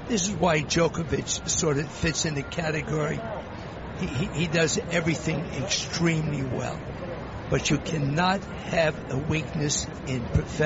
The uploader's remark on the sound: Live from the 2016 US Tennis Open.